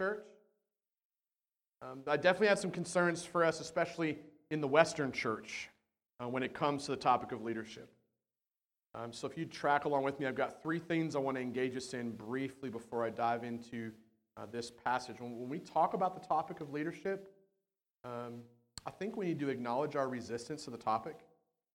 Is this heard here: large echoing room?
yes